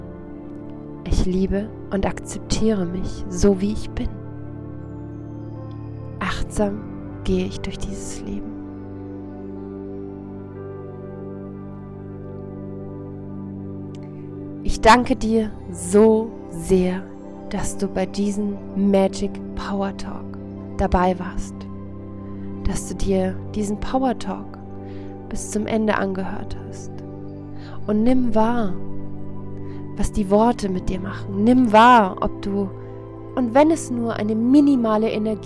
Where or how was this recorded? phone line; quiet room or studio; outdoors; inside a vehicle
outdoors